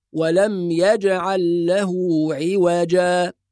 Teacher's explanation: قلقلة الجيم الساكنة في كلمة يجعل